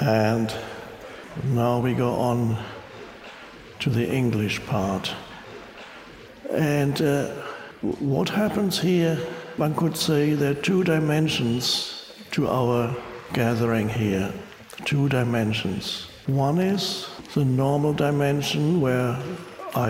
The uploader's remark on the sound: Talks to an audience in Budapest, Hungary. The crowd erupts with laughter and applause when he speaks a few words in Hungarian.